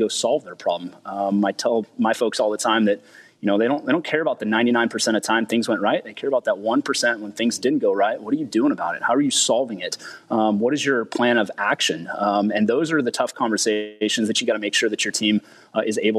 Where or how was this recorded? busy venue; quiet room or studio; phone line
busy venue